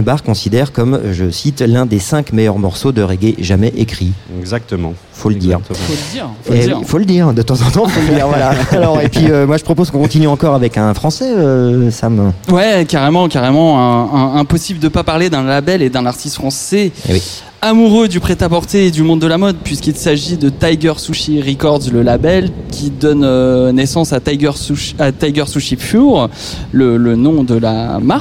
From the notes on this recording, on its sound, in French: En direct du WHO'S NEXT.